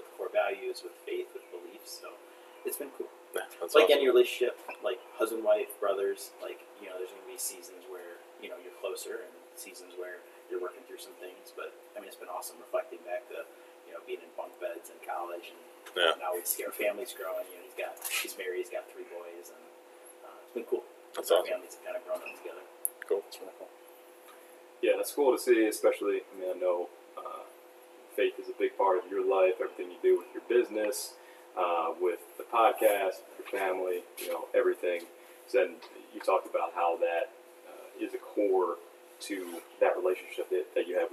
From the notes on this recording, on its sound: Didn't switch the mic again off of the laptop mic, so the quality of the recording is not up to Core4Life standards.